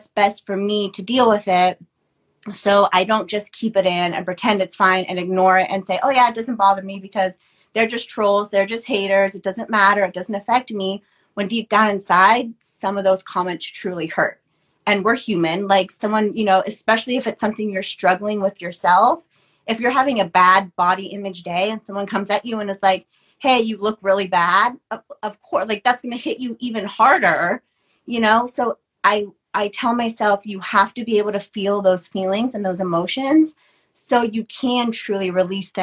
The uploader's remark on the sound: on Instagram live